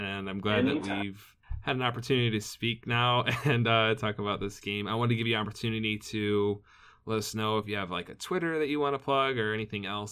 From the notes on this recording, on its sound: Please pardon our minor audio issues this week!